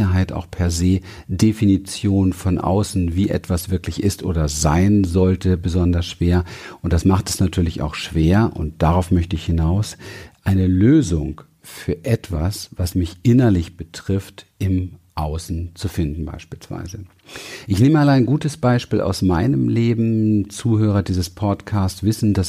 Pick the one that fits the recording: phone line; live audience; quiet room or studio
quiet room or studio